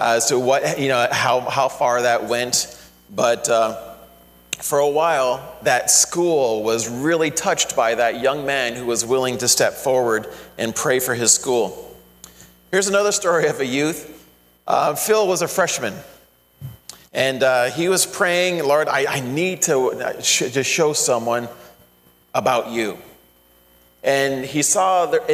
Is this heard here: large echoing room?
yes